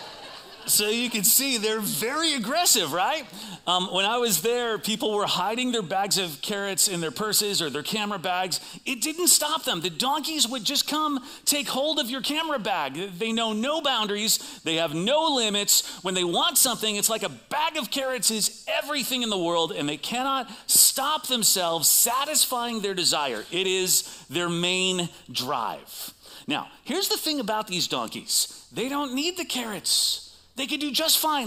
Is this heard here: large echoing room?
yes